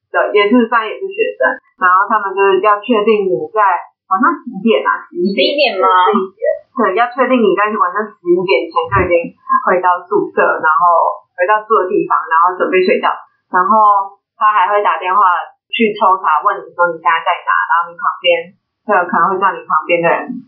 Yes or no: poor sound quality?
yes